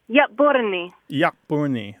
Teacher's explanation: Is there kind of a kind of a glottal thing happening at the first syllable?